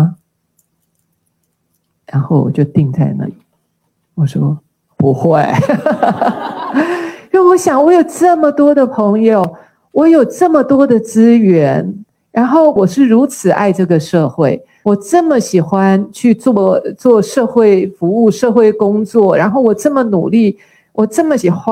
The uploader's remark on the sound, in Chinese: 新書分享會現場錄音